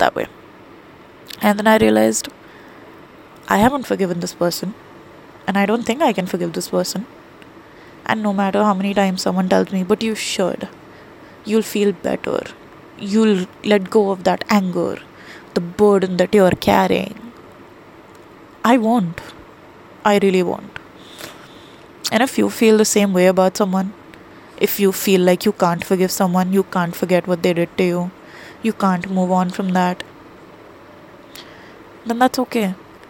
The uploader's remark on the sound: I'm sorry for the quality on these cause I'm recording them on my phone.